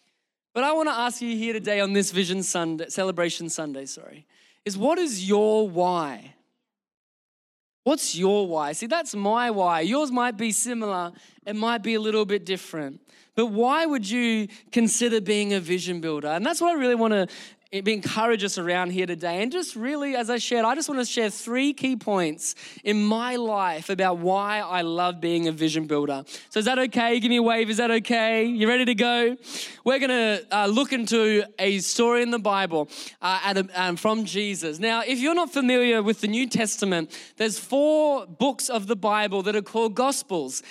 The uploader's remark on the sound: Recorded during our Melbourne service on Sunday, the 11th of June 2023